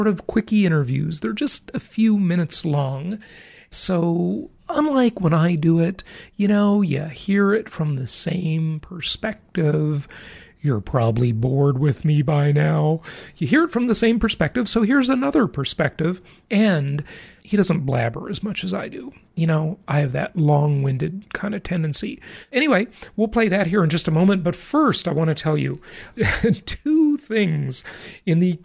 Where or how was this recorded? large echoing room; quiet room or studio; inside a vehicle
quiet room or studio